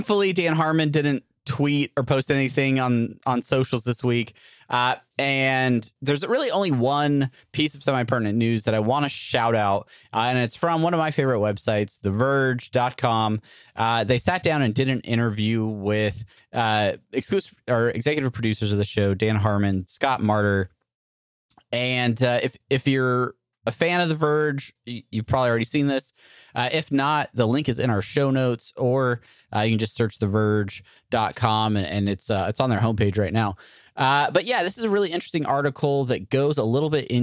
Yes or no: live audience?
no